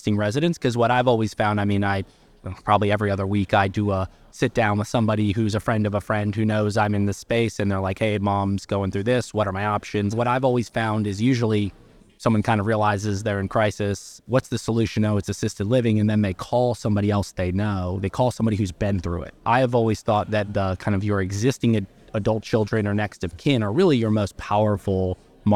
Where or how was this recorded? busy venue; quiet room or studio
busy venue